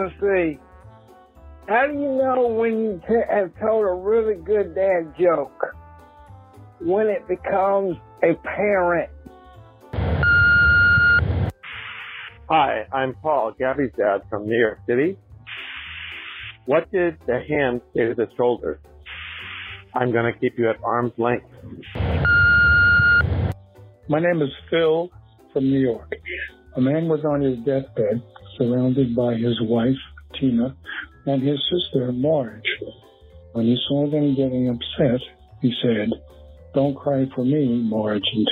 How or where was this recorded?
phone line